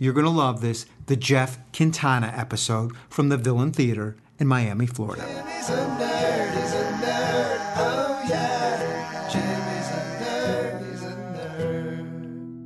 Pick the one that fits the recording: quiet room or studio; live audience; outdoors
live audience